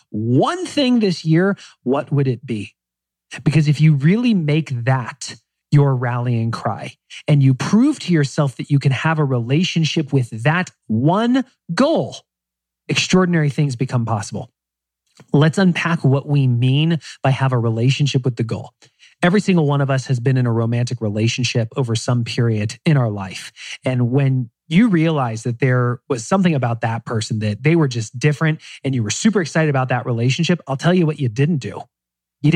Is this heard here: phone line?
no